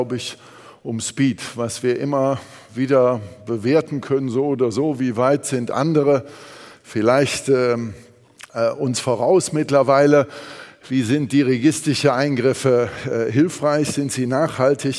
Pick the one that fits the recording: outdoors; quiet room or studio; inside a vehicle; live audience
live audience